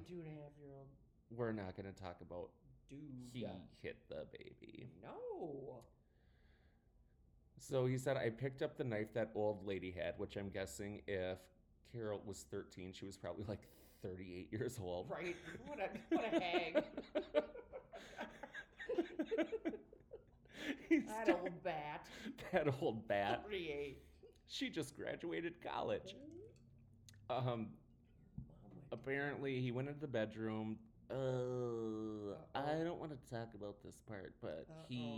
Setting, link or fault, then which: fault, echo